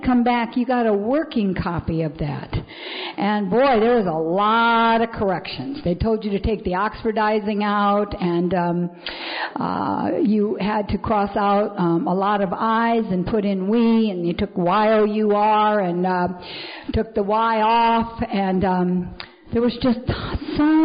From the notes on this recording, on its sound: Is speaking at the Second Liberty Bell Roundup.